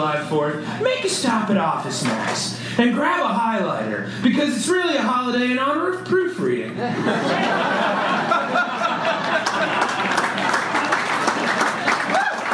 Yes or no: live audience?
yes